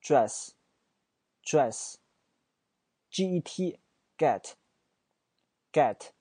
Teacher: 嘴型再强调一遍，自然张开啊，短而急促的发一个 a 的音就可以了，不要把它张很大啊 · Term: 单元音